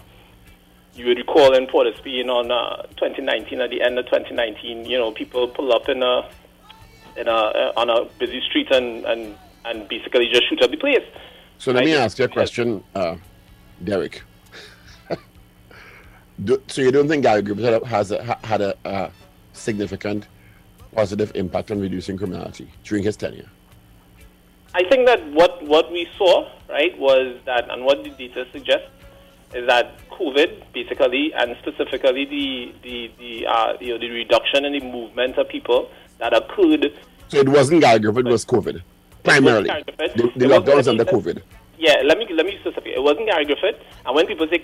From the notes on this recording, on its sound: we take more calls from the audience